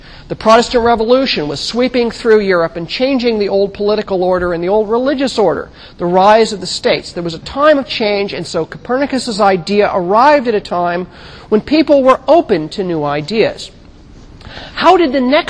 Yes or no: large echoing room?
yes